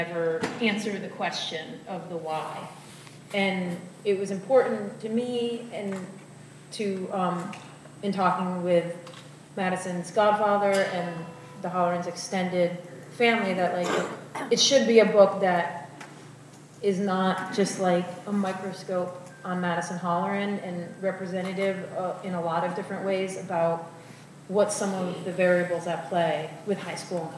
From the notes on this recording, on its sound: spoke to more than 500 people at the Ramsey High School auditorium